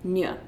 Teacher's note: the voiced palatal nasal nya